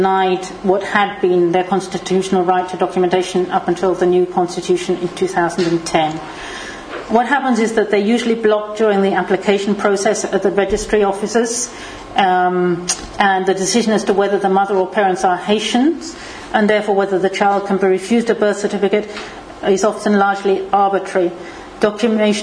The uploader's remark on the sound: This podcast was recorded at the Refugee Studies Centre's seventh Wednesday Public Seminar of Michaelmas Term 2011